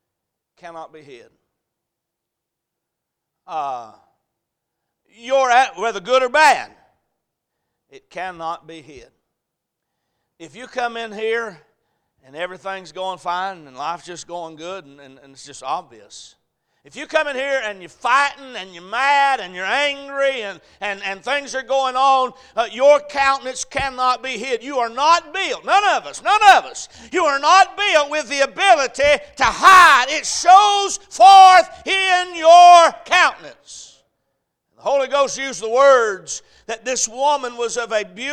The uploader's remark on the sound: A message preached at Crossroads Baptist Church